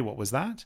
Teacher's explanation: it's important that you kind of go up towards the end in terms of the question · Term: intonation